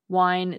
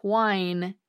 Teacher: Linguists call this dropping of formerly pronounced H's the wine-wine merger, wine, W-I-N-E, and whine, W-H-I-N-E, because when people stop pronouncing the H, these two words sound the same. They've merged.